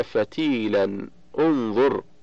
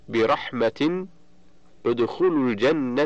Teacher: فالتنوين هو عبارة عن نون ساكنة زائدة التقت مع النون والدال الساكنتين فحركت بالكسر للتخلص من التقاء الساكنين.